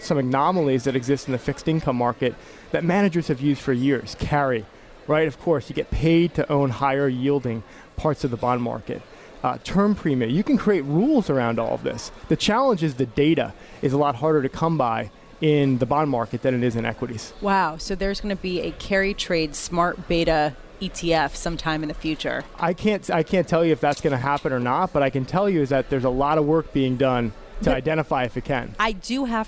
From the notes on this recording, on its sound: Live from Pershing's INSITE 2017 conference at the Manchester Grand Hyatt in San Diego.